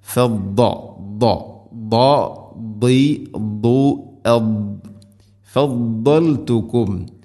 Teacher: ദാദിൻ്റെ മഖ്റജ് നാവിൻ്റെ ഏതെങ്കിലും ഒരു സൈഡ് അണപ്പല്ലുകളോട് ചേർന്ന് അതിൻ്റെ അരു നീളത്തിൽ തട്ടിക്കൊണ്ടായിരിക്കണം. അതോടൊപ്പം അത് ഇസ്തിഇലാഇൻ്റെ അക്ഷരമാണ്.